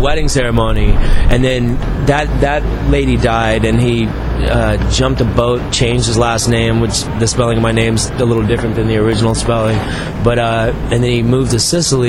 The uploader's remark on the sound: a rooftop chat at the 2010 Tribeca Film Festival